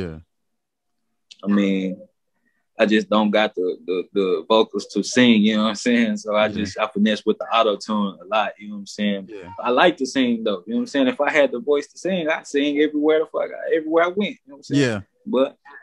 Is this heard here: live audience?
no